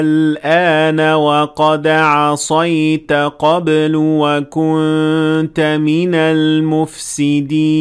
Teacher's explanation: So here we extended the alif for 6 harakat because the lam that came after it had the sign of sukoon on top. So this means that we have a med lazim in this position.